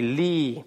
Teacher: Что так, это у нас долгое «и». Первая корневая «йод» слилась с предыдущим гласным звуком «и», поэтому получилось вот такое долгое «и».